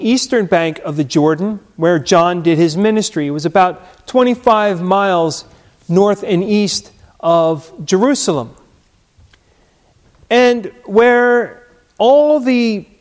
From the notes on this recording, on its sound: Recorded at Hudson UMC